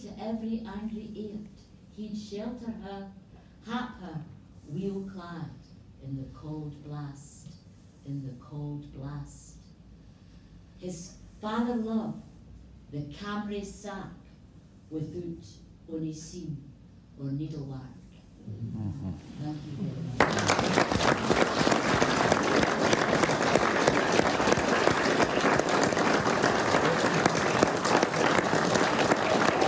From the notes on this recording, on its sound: A recording of a unique event at the National Library of Scotland in February 2020.